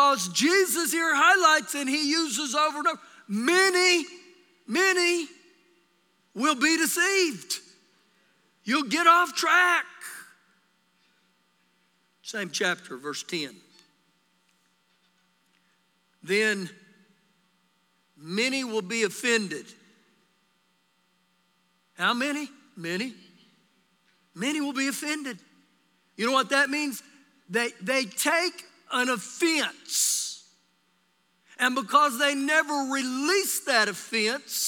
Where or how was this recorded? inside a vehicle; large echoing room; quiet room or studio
large echoing room